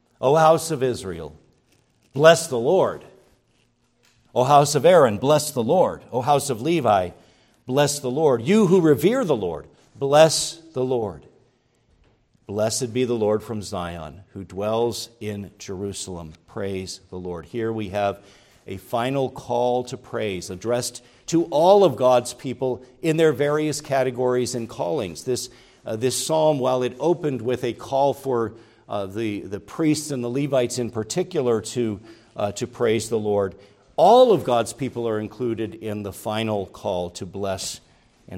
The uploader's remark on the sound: preached at Grace Orthodox Presbyterian Church in Sewickley, PA, during the evening Worship Service on Sunday, August 6, 2023.